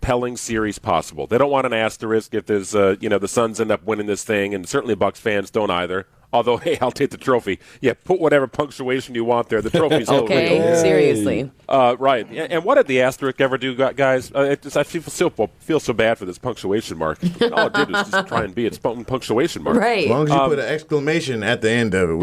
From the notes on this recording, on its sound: LIVE from the NBA Finals in Phoenix, AZ.